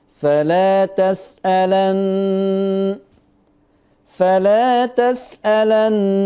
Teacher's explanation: فتح اللام تسأل وشدد النون. طيب هو دلوقتي لما يشدد النون عندي تسألني بيثبت الياء ورش عند الوصل.